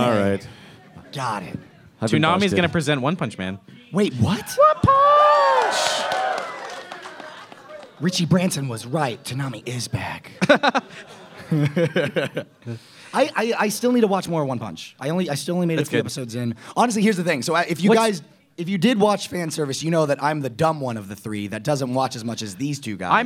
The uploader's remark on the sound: RTX Austin 2016. Live Panel at RTX 2016.